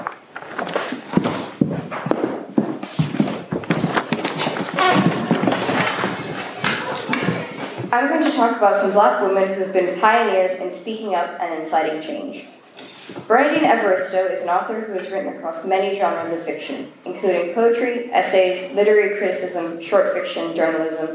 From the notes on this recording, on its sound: A recording of the Diversity and Inclusion group's chapel speech for Black History Month.